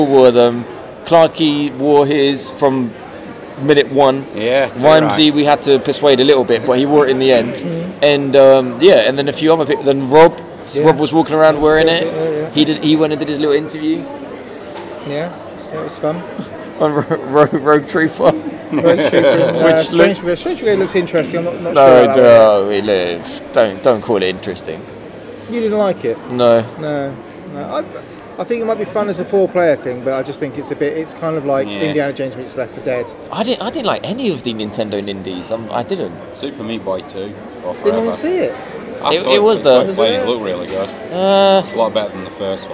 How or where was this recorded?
busy venue